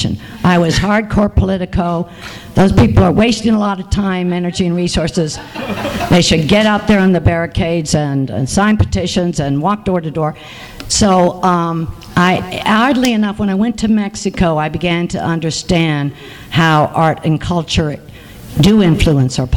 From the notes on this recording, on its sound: THIS EVENT WAS RECORDED LIVE AT SKYLIGHT BOOKS.